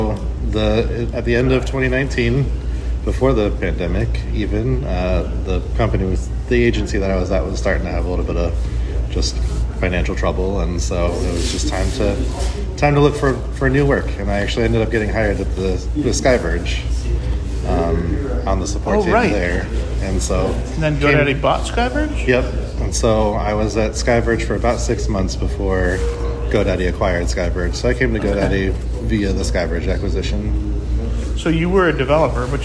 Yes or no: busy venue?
yes